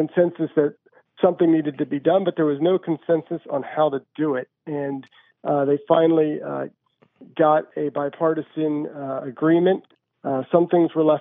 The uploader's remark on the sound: Your fabulous phone calls!!